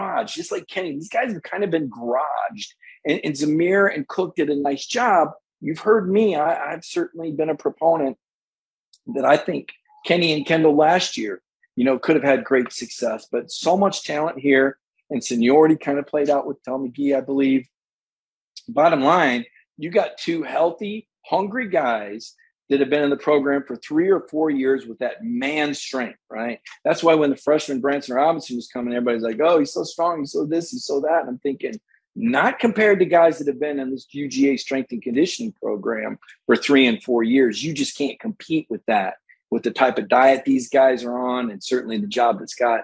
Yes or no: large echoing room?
no